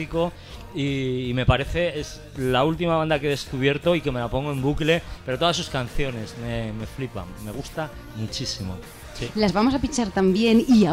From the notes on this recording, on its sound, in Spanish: Primer día de retransmisiones en directo desde Gramola, la feria musical aragonesa que se celebra en Monzón (Huesca).